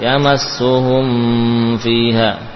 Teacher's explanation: Mim dari bibir atas bawah, fa dari bibir bawah dan gigi seri atas, sehingga kadang tanpa terasa menyamarkan, menambahkan gunnah.